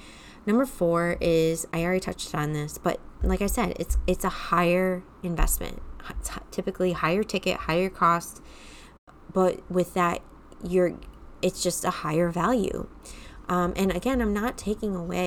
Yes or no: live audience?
no